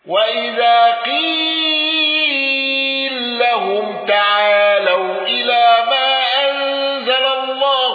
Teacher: قالون بتوسط المنفصل وصلة ميم الجمع ولم يندرج معه أحد